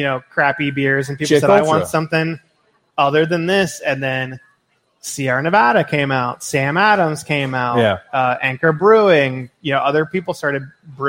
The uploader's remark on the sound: Live from Fretboard Brewing. Perform live at their amazing brewery.